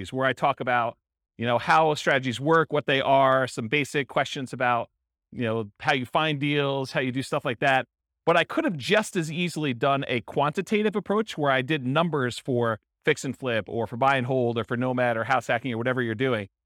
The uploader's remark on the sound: Real estate entrepreneurs in Greeley, Colorado. This was a live class recorded.